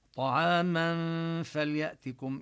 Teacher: ننتقل من الميم المفتوحة طعاما إلى مخرج الفاء ونبقي الغنة. طعاما فليأتكم برزق، والكاف بفليأتكم نبين ضمها ضما كاملا ونخفي الميم قبل التي جاءت قبل الباء. · Term: الإخفاء